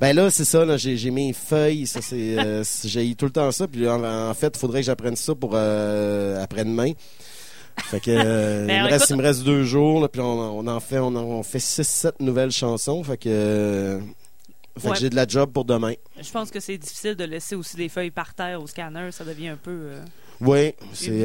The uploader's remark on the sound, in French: émission diffusée en direct du bar le Sacrilège